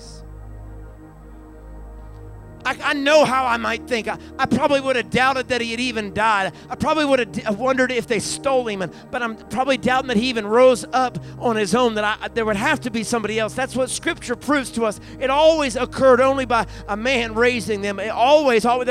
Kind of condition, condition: setting, large echoing room